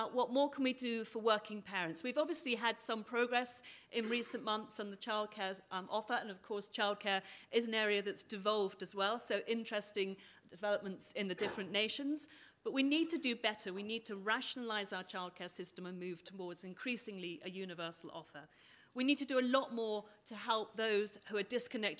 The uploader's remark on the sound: Panel discussion on 'Getting inequality down' at the final report conference of The Economy 2030 Inquiry.